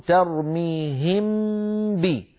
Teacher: فبدلا من هذا العمل المعقد أن ترتفع الشفتان مرتين عن حرفين كلاهما من الشفتين، الميم من الشفتين والباء من الشفتين، فبدلا من هذا العمل المزدوج كانت العرب إذا نطقوا الميم الساكنة وبعدها باء أطبقوا الشفتين على الميم وجافوهما عن باء